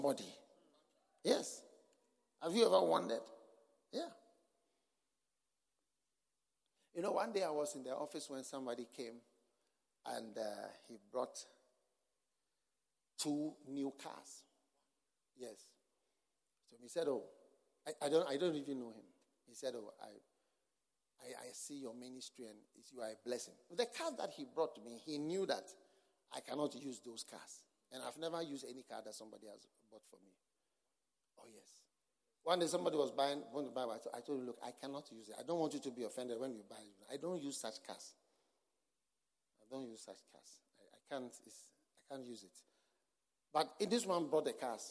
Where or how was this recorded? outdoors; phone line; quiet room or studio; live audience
live audience